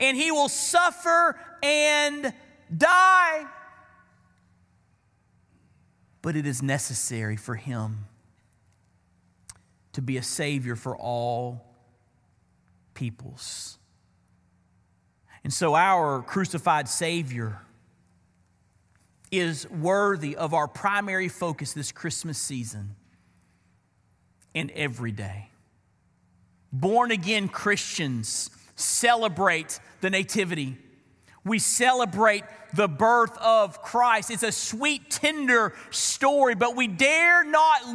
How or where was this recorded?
large echoing room